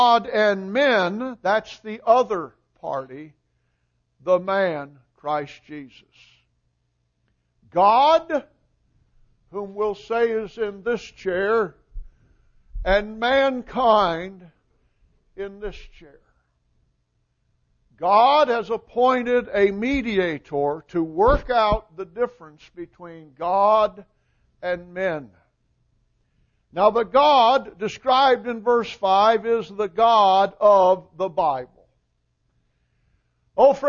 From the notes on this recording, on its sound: Recording of the sermon